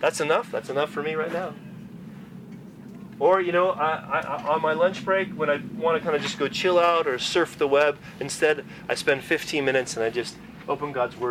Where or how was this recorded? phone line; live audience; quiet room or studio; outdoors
outdoors